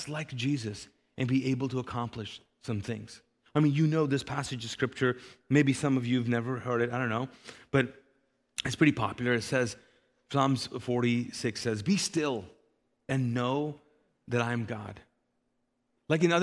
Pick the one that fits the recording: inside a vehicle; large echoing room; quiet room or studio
large echoing room